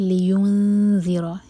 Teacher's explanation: جب نون پر پہنچیں تو ہونٹوں کو فلیٹ کر لیں، اور یہ زا نہیں ہے ذال ہے. آپ کی زبان اوپر والے دانت پر ٹچ کرنی چاہیے اور تھوڑی سی رب باہر ہوگی.